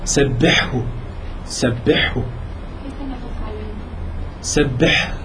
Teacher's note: بدك تجيب بحة الحاء ثم ترخي الهاء فتدفعها في مخرجها